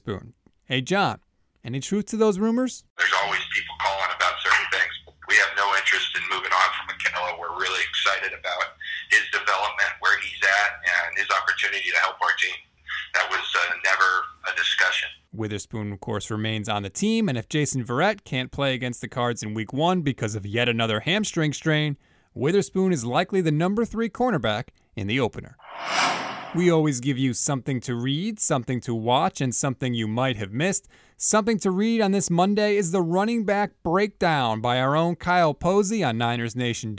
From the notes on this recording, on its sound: conference call with the media on Sunday